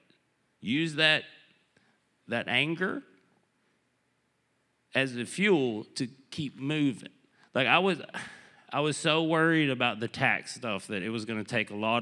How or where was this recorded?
live audience